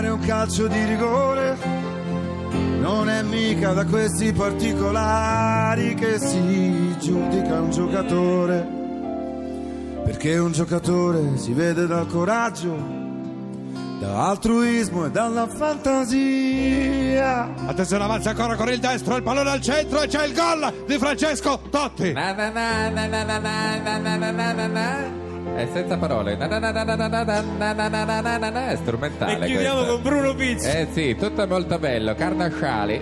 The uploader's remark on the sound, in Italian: Radio 2 Social Club in diretta dal Festival dei Sanremo.